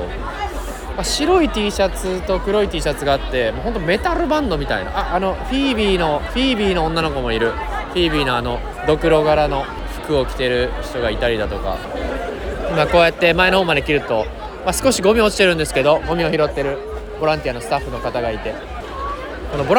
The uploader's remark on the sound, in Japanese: ノルウェーの首都オスローで8/9〜8/12の4日間にかけて行われたØyafestivalen（オイヤ・フェスティバル）での現地レポートをお届け。会場のステージを歩きながら紹介。